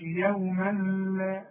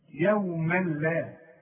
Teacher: ادغام كامل بدون غنة، ما تغنش هنا عند اللام وعند الراء · Shown in: second take